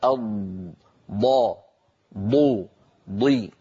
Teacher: الضاد زادت على الظاء بصفة الاستطالة